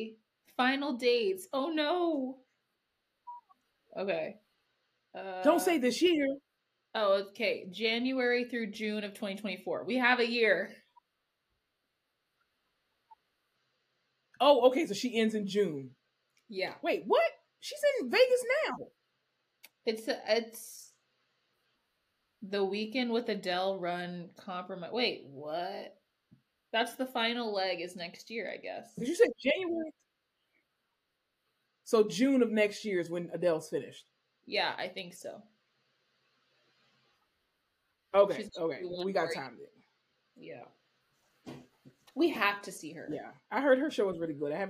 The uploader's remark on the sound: Please forgive any technical difficulties in this episode as we tried our absolute best to bring you quality audio and video.